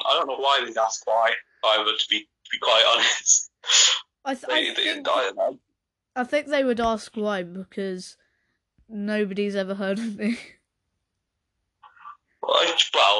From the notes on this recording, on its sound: Audio was bad